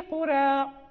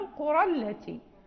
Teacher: في الوقف تكون في الإمالة وفي الوصل تذهب الإمالة لالتقاء الساكنين